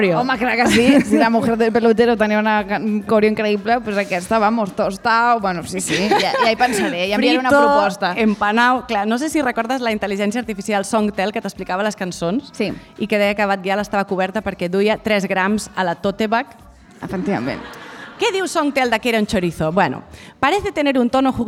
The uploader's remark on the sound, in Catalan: Programa en directe des de la Fàbrica Damm a la Jornada de Pòdcasts per combatre la Pressió Estètica.